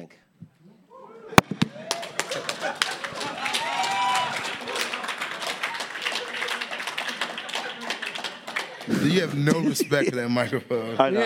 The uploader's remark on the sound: Live from Montreal Just For Laughs